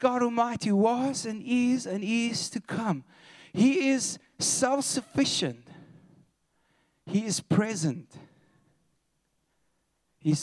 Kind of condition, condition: setting, large echoing room